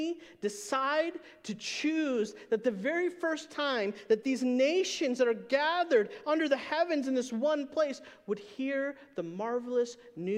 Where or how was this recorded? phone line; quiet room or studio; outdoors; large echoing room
large echoing room